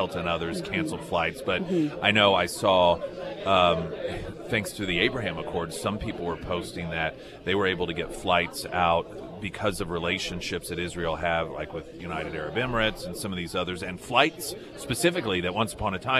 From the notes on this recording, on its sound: live at Scramblers Diner